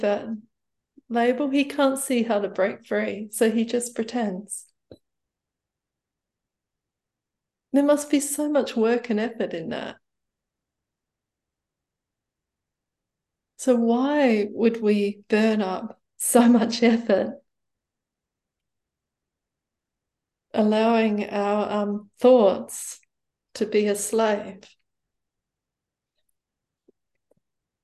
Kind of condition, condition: link, video call